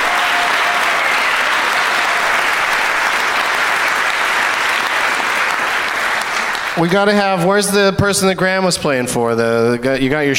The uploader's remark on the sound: Live from The Woman's Club of Minneapolis